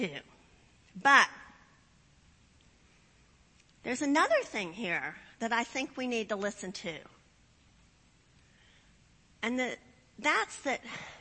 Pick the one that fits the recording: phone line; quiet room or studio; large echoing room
large echoing room